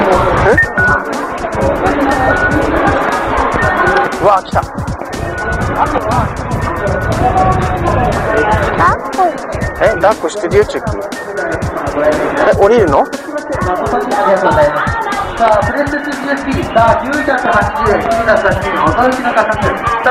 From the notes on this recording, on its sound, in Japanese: 子供を連れてよく買い出しに行くのですが、その模様を収録。